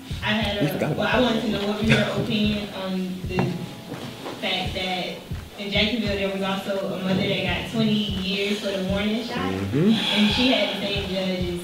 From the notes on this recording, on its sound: Live Taping at Florida State University.